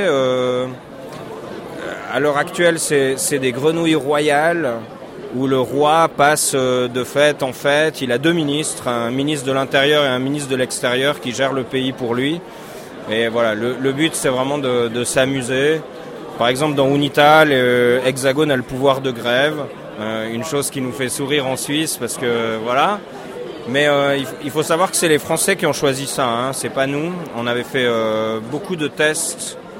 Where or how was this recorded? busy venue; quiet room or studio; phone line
busy venue